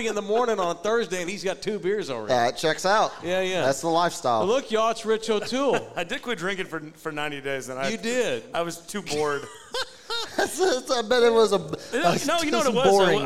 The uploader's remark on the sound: Live from Sam's Burger Joint